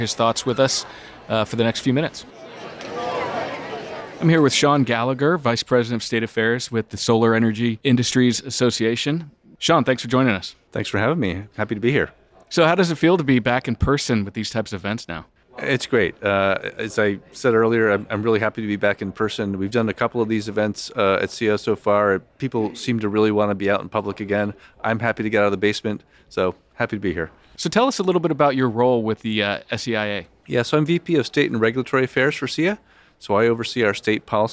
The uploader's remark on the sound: Live At The Solar & Energy Storage Summit. Is live in San Diego, bringing you highlights from each day of the conference.